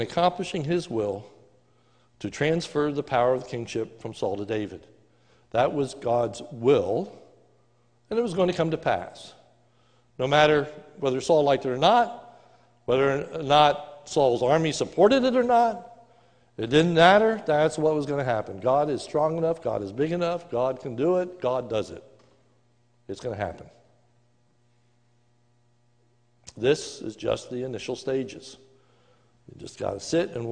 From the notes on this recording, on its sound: A sermon recorded live at the Lebanon Bible fellowship Church in Lebanon, PA. During the morning service.